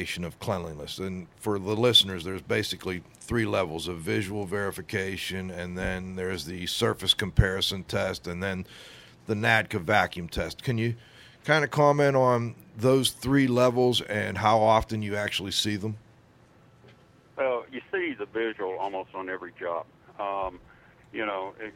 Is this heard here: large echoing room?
no